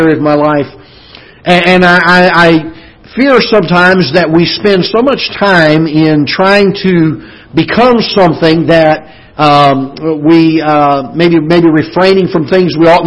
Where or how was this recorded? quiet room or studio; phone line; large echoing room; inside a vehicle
large echoing room